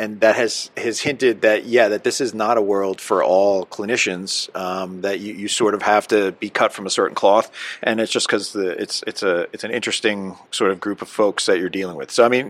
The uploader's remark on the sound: NEP "On Location"